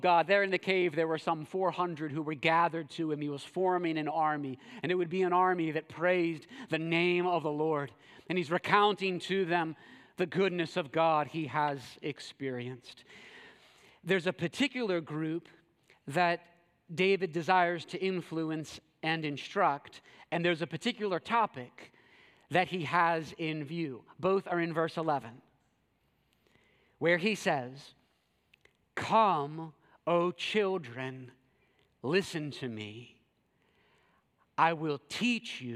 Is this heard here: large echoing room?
yes